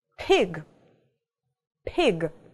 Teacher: В английском P, звук P, это такой с придыханием. То есть мы плотно смыкаем губки, а потом как бы выдыхаем этот звук уже. P. То есть такой как бы взрыв у нас немножко происходит, да, воздуха, п, с придыханием она произносится.